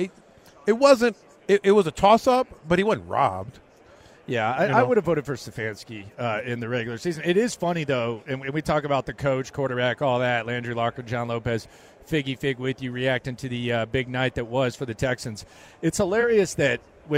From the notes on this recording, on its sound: LIVE at Radio Row